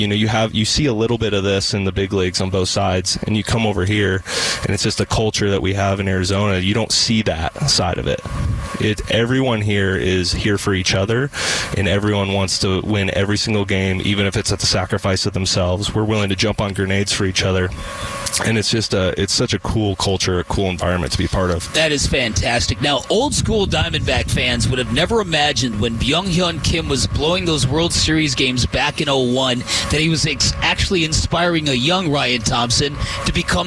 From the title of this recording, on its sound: We are live from Salt River Fields